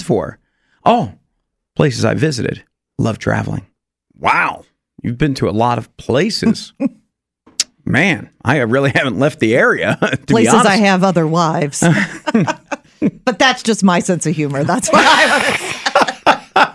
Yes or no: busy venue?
no